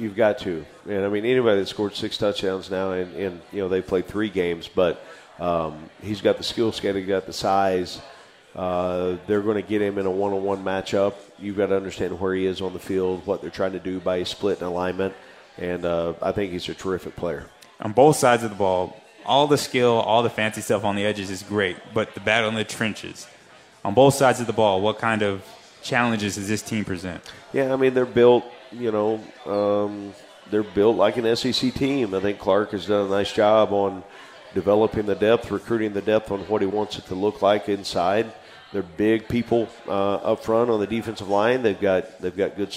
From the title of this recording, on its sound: Radio Show at Parkway Tavern